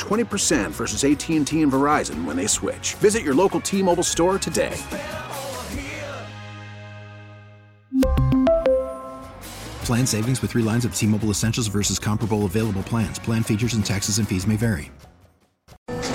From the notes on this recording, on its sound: live from Chaifetz Arena